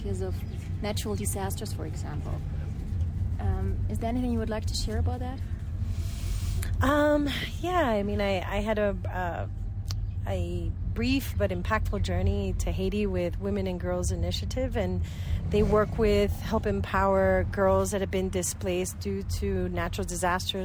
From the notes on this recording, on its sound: Live from a Guatemalan chicken bus